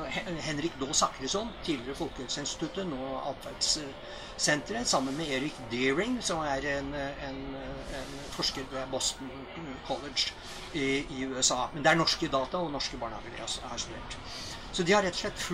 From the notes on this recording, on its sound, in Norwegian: tatt opp under Arendalsuka